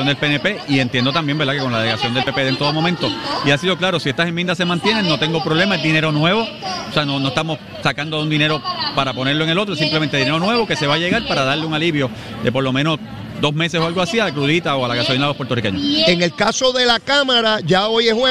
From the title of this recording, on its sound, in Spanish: en directo desde el Coca Cola Music Hall